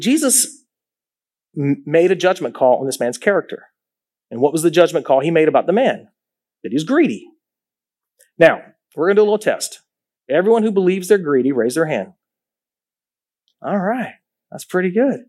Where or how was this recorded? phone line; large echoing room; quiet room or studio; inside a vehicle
large echoing room